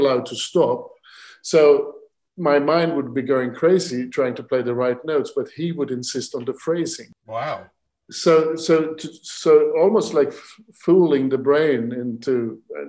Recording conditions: video call